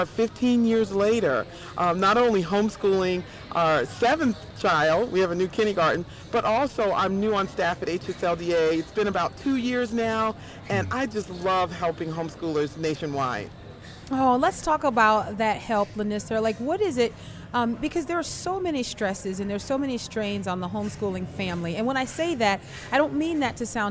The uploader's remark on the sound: LIVE from the Creation Museum